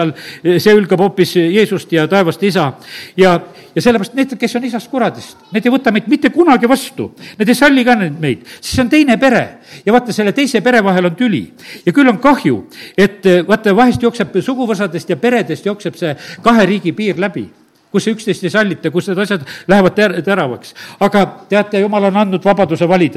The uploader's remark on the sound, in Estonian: Audio salvestus koosolekult